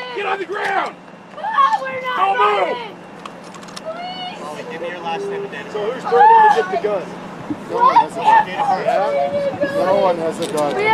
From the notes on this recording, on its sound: Spliced in are raw audio sound from inside the Burning Man Temple, at the Man burn itself, and the voices of random people living amongst the dirt at Burning Man 2023.